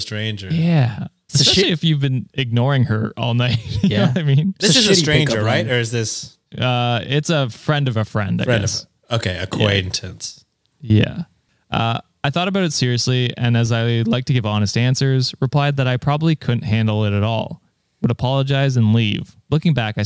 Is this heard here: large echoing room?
no